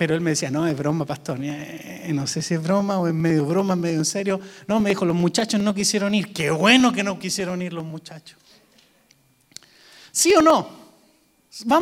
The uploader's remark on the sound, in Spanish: Grabado EN VIVO en Visión Mundial Para la Familia, Arlington, Texas, USA.